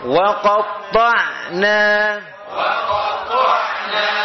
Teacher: Ainnya tipiskan, jangan wa qatta'na, jangan gitu. Wa qatta', tipiskan ta', lidahnya turunkan. Kalau tetap di atas jadi tebal. Wa qatta'na gitu.